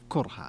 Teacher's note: وقرأ حمزة والكسائي وخلف كرها بضم الكاف